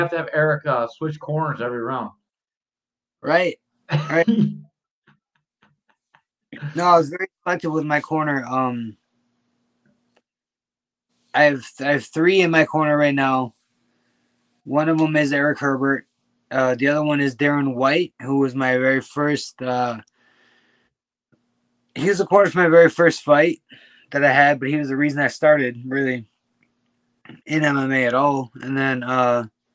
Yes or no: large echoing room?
no